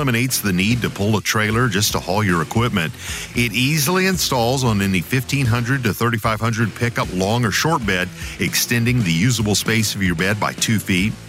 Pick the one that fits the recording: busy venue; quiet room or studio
busy venue